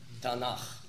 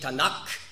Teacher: Man sagt nicht Tanak, weil das K, wenn ein Vokal voraufgeht, wird aufgeweicht · Shown in: first take